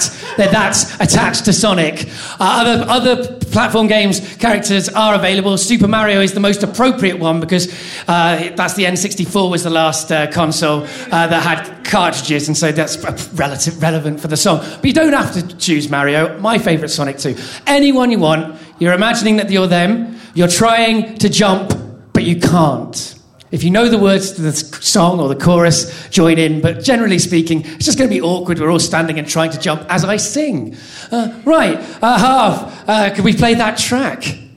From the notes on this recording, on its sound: The third of three live recordings from our Tragic Friends live event which took place at the Dogstar, Brixton on the 25th September 2014